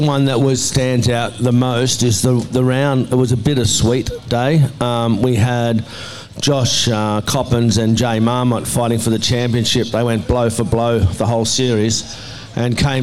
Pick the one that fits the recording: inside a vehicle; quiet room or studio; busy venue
busy venue